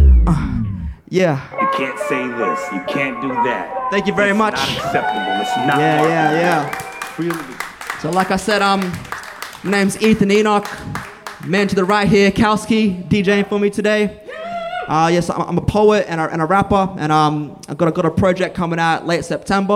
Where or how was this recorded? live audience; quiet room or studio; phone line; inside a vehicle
live audience